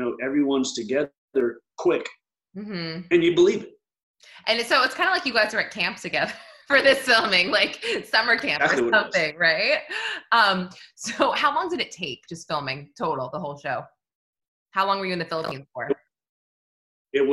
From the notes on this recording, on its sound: On the 'virtual red carpet,' AKA Zoom.